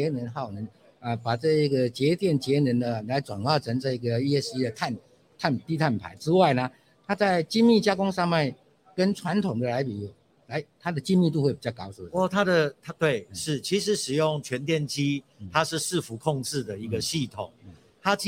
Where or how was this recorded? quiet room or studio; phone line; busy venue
busy venue